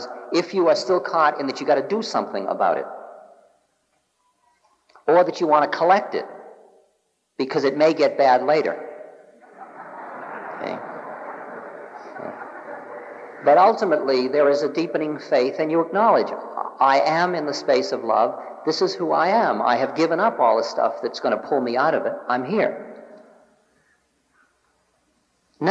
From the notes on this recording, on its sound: In this recording from 1976. Answers questions from a lively Los Angeles audience.